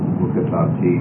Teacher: So normally kathapti is your normal stress of the perfect, and the stress is shifting to the last syllable in the converted form